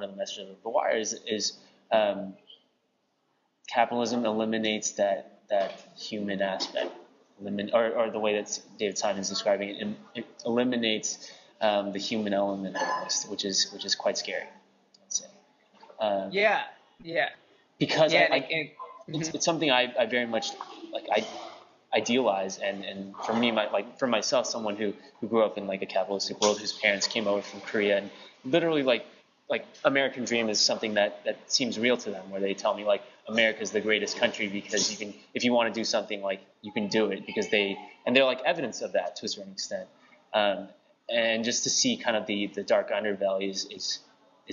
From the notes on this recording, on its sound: I'm coming at you from the Starbucks across the street from my house if you couldn't identify the background blending and espresso-making sounds.